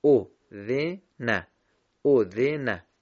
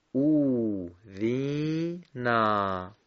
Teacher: به عنوان مثال اگر ما کلمه اوذنه رو، او، ذ، نه، که سه حرکت کوتاه داره، با سه ضربه و سه لحظه بخونیم، او، ذ، نه، او، ذ، نه، اگر بخوایم با حرکات کشیده بخونیم هر کدام از این بخش ها میشه دو لحظه یا دو برابر · Shown in: second take · مثل کلمه او، ذی، نا.